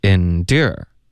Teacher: endure，它的明显的重音是第二个 OK，第一个音节呢就没有任何重音